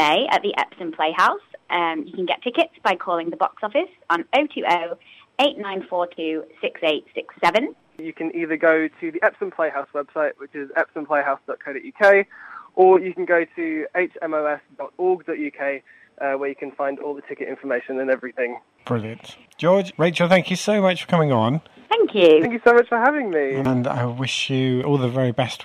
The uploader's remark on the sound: Is joined on the phone.